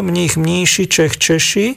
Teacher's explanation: A napríklad striedanie spoluhlások ch na š, mních, mníši, čech, češi.